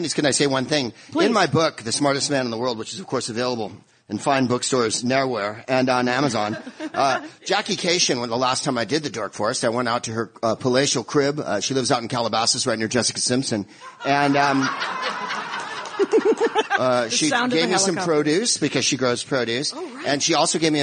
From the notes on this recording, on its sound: in front of an amazing crowd